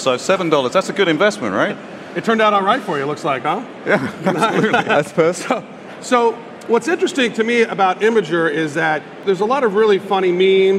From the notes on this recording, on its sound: This week, we bring you the first VB Engage to have been recorded live on stage! At Web Summit in Lisbon earlier this year.